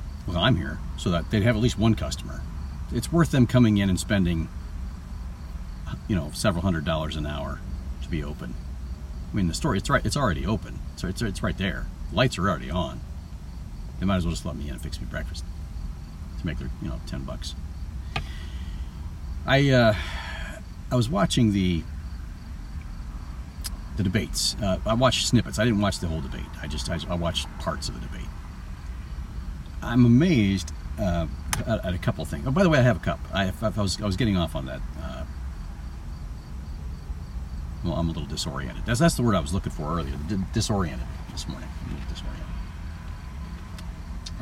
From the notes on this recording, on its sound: This podcast comes from my car. Not while driving.